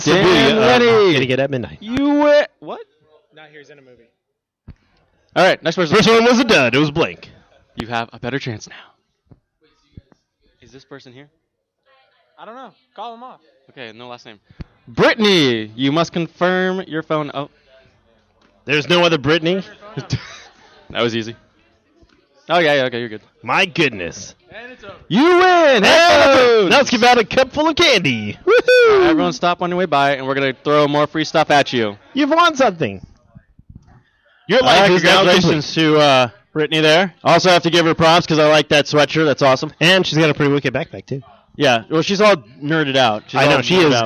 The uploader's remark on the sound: This week’s episode is the recording of the Live show at GameStop, Tempe Marketplace for the Midnight release of Second Son! Sony reps were out hitting people with their balls.